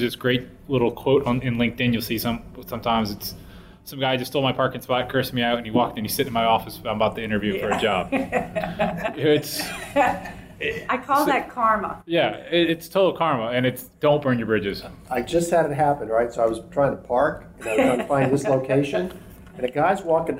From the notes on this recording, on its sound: panel from our may 2016 Engineering Career Summit in New Orleans